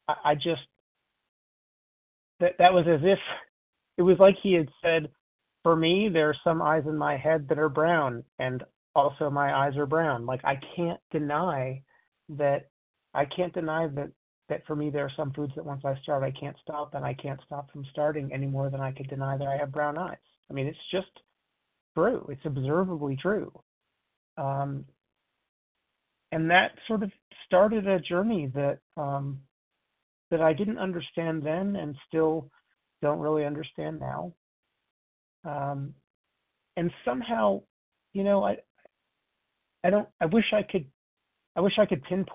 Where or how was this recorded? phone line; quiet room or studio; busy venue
phone line